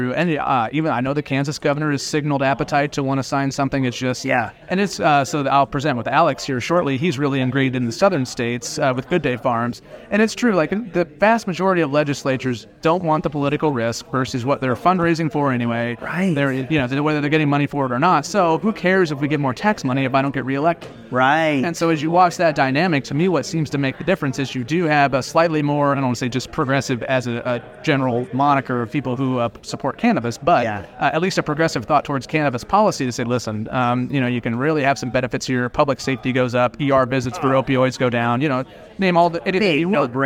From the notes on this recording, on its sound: interview recorded on-site at the Benzinga Cannabis Capital Conference in Miami